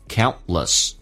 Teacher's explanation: T 跟 L 在一起的时候，有时候 T 经常的轻轻的形成气流阻塞，不发音